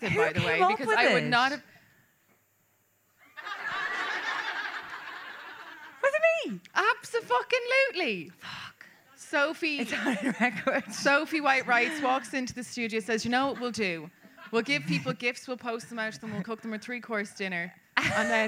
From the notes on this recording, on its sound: LIVE FROM CORK. This week's episode is a recording live from Kino (a great little venue).